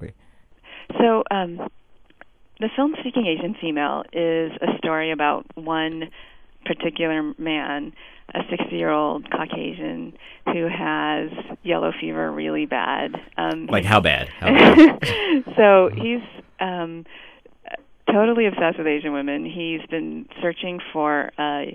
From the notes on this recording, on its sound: MaDCap DC has a phoner with documentarian